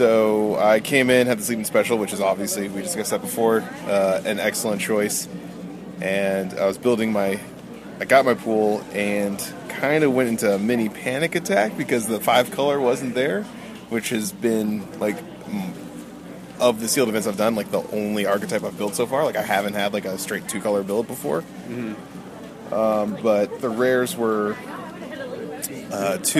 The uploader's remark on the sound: record on the street, Top 8 Magic style, in Vegas